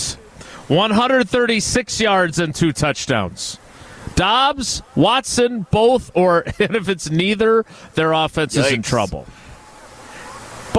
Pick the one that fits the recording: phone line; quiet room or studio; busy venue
busy venue